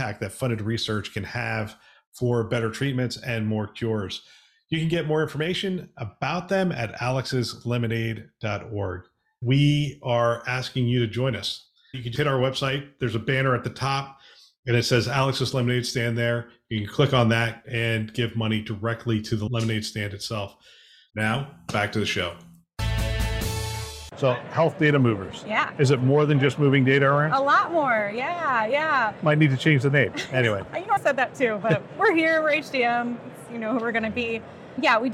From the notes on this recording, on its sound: Interview in Action live from HIMSS 2023